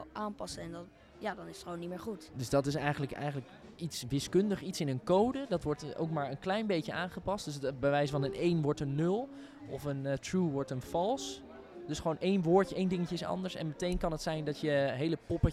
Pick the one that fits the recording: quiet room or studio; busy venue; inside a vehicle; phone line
busy venue